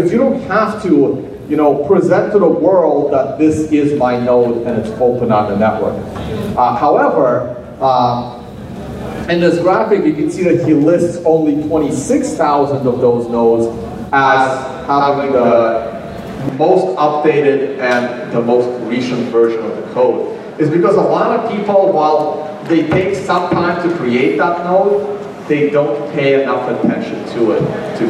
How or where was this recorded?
live audience